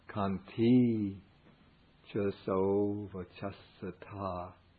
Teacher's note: Normally it has the short I, but here it's extended for metrical purposes.